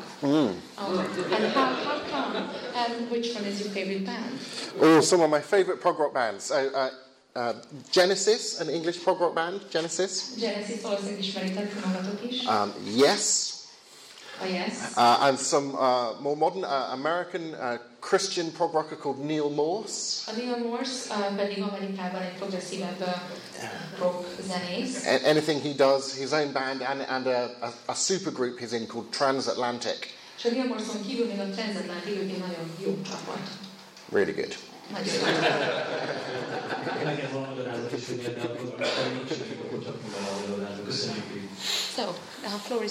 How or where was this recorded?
live audience